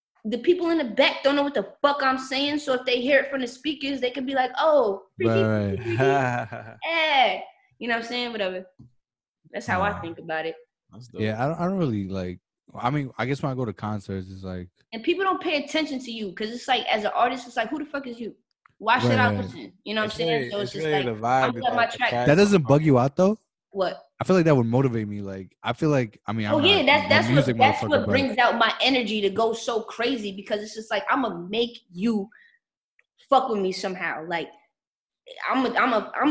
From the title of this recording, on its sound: The S2M Podcast Zoom edition